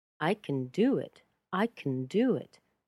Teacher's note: So can is reduced to kun